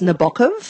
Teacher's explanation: you've got to put the emphasis on the second syllable